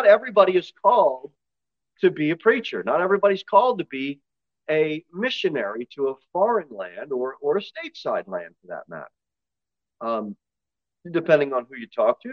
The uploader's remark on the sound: Sermon delivered at Pilgrim Baptist Church on Sunday, April 2, 2023, at 2:15 pm. Jere Whitson Rd.